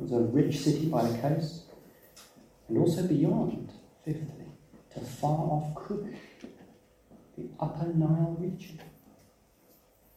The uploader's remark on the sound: We had some technical difficulties and were unable to use our usual recording equipment - so please be aware that the quality is not as good as we would like